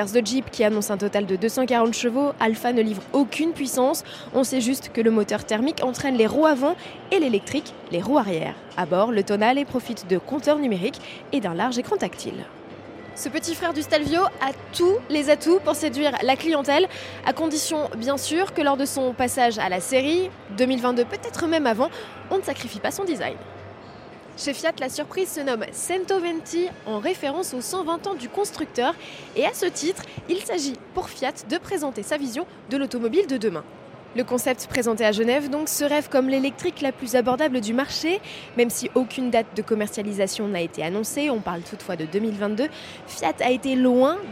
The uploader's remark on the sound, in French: En direct du Salon de Genève.